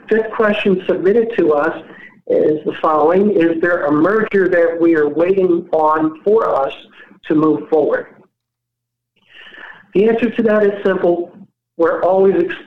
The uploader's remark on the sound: Progressive Care Shareholder Conference Call May 2021